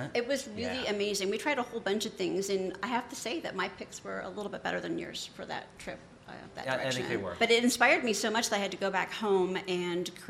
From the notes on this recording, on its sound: LIVE FROM CHICAGO. There’s nothing like a studio audience of more than 60 people, especially during the American Society of Baking’s annual BakingTECH conference in Chicago. From deep inside The Hilton Chicago.